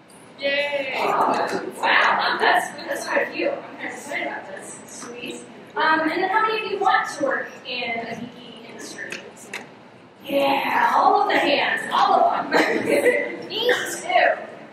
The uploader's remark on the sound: The Women in Geek Industry panel at Denver Comic Con 2015 was packed and the ladies were center stage!